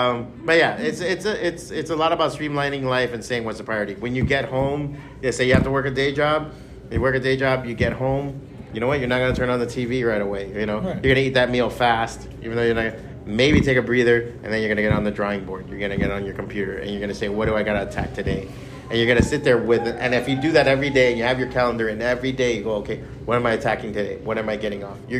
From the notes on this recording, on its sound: Taped live at BEYOND COMIC-CON